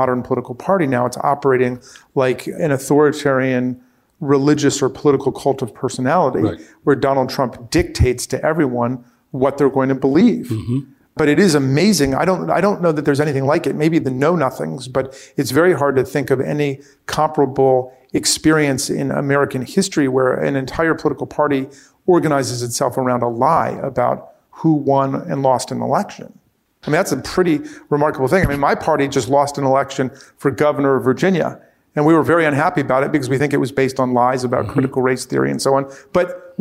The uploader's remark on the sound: Recorded before a live audience at Georgetown’s Center on Faith and Justice.